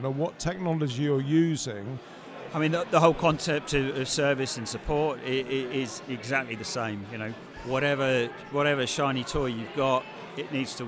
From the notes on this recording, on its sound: On December 12th 2019 we held the year’s final AVCF symposia series at 1 Wimpole St during the after party